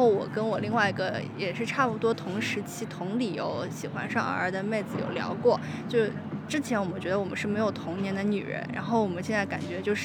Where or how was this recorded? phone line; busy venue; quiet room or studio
busy venue